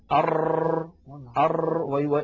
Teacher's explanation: التكرير في اللغة هو إعادة الشيء، وعند أئمة التجويد هو ارتعاد طرف اللسان حتى يتكرر الحرف المنطوق. والتكرير صفة لحرف الراء، وهي تذكر لتجتنب لا ليؤتى بها.